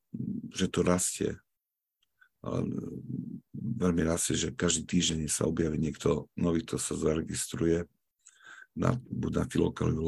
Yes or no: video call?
yes